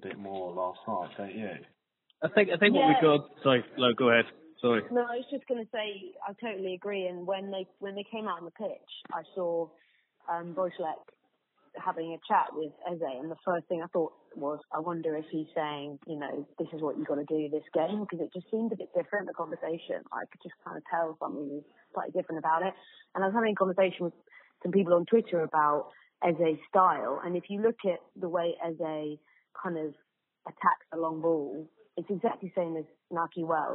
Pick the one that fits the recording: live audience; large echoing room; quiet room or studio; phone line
phone line